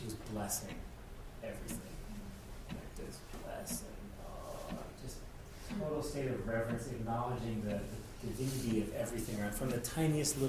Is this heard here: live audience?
yes